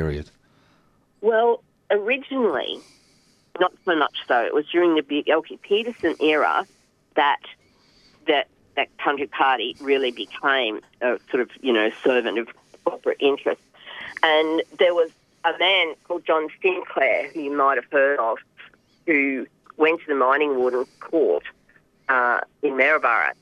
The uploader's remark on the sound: called in from beautiful Gympie, Queensland